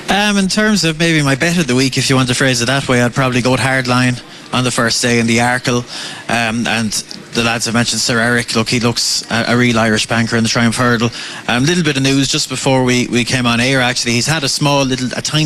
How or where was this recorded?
busy venue